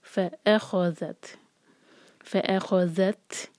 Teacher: ف کو ہم اسٹرانگ نہیں کریں گے، الف پر زور دیں گے. ف اخذت، ف اخذت، تا پر سکون ہے، تا پر ہمس ہوگی ہماری، تا جو ہے ہمس والا لیٹر ہے.